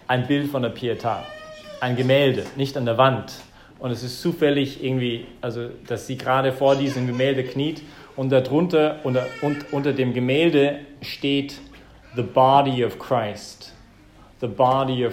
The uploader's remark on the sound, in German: im Rahmen des Gottesdienstes im Zentrum Johannes Paul II.